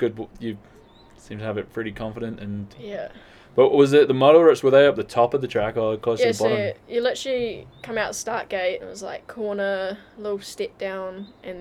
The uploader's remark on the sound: We recorded this episode at the new ilabb house, "The ilodge" . We were sat outside on the deck so you may hear a few cars and lambs from time to time.